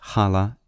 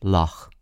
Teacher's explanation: The initial ch of challah is frequently pronounced as a velar fricative, like the ch in the German word Buch or the Scottish English loch.